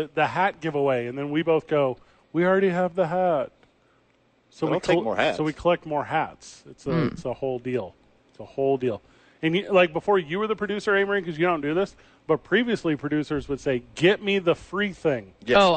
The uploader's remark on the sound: live from Red Door Brewery downtown